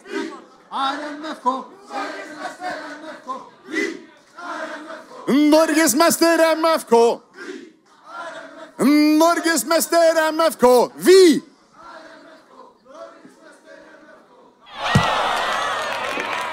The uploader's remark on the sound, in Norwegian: Live fra Salt i Oslo